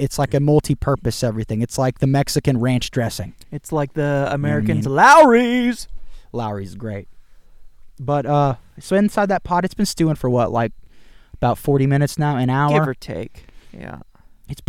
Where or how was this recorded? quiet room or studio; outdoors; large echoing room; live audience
outdoors